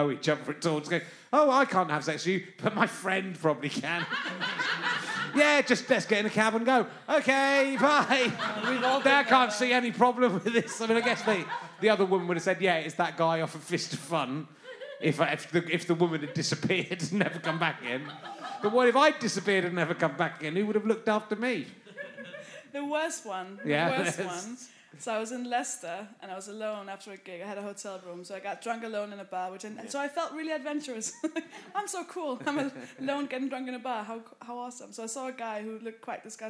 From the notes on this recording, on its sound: Recorded at the Spike Sligo Festival in West Ireland to a tiny, but enthusiastic crowd. Sorry if the balance is a bit off.